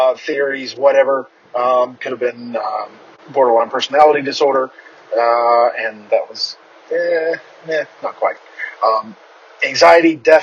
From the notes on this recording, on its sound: The audio isn't the greatest, but that'll be fixed soon.